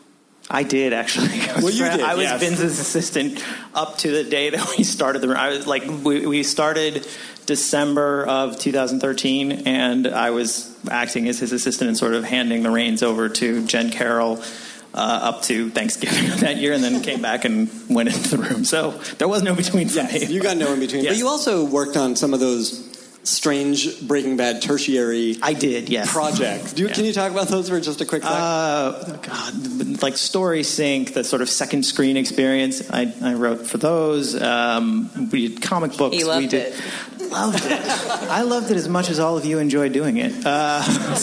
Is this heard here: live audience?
yes